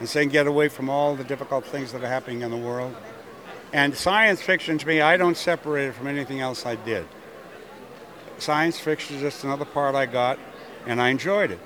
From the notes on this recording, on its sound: Inside the Rio a lot of Trek and Non Trek talk. Then we venture outside for the First ever Fansets Party hosted by The Trekgeeks podcast at The Other Room at the Forum Shops at Caesers Palace. This is the only place where you will hear exclusive audio from that event.